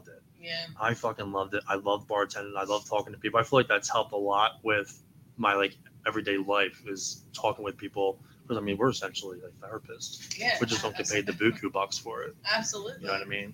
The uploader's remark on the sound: Live from The Cellar in Yardley, PA.